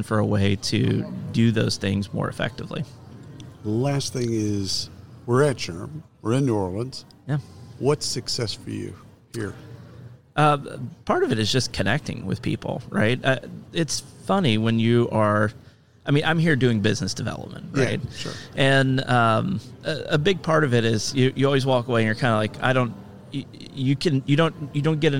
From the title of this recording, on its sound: Live from SHRM 2022